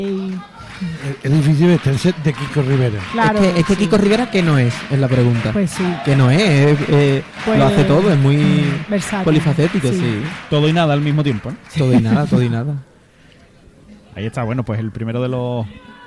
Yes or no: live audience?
yes